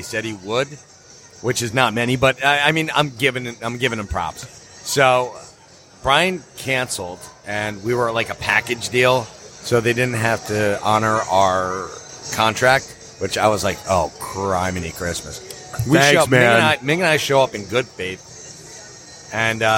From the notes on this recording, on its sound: Live from Fantasticon Toledo